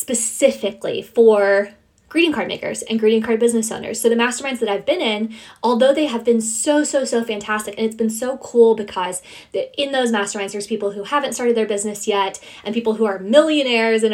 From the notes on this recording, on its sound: sharing my Instagram live